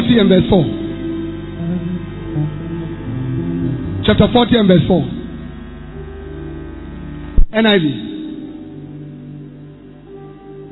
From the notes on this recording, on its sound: Preached at The Mega Church, Korle Gonno Cathedral. Thanksgiving Convention.